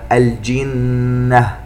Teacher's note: النون المشددة تغن بمقدار حركتين